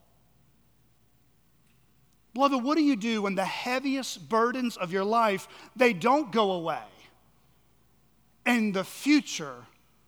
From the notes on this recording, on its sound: at Chaffee Crossing Baptist Church in Barling, AR.